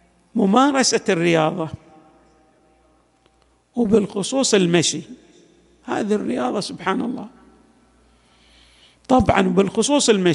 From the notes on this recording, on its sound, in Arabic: تسجيلات جامع الإمام علي عليه السلام الآحساء - المبرز